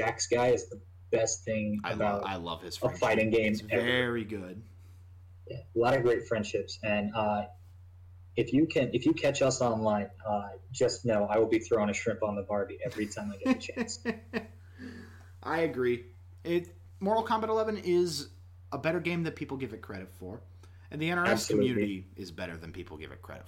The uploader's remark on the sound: Disclaimer: This podcast was recorded in the midst of the COVID-19 pandemic, audio issues may be prevalent throughout.